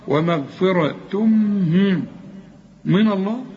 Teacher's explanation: الراء بقى مفتوحة مفخمة